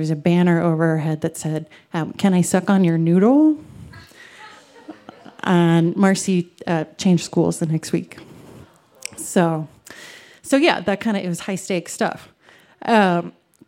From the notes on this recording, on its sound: recorded live on 19 July 2017 at Buntport Theater in Denver, Colorado